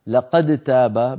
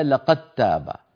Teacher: المخرج نفسه أد أت أد أت، والفرق بينهما في الصفات، لذلك إذا اجتمعت دال ساكنة بعدها تاء كانت العرب تدغم ذلك · Shown in: second take